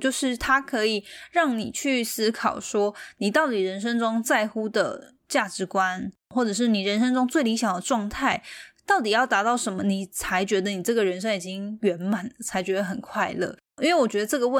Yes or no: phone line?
no